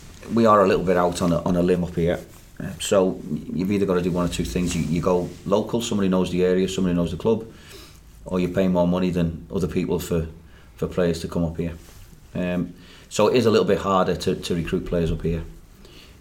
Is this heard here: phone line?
no